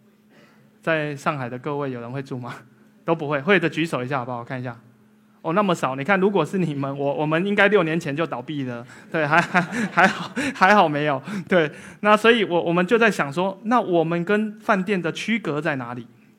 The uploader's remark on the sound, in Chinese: 一席现场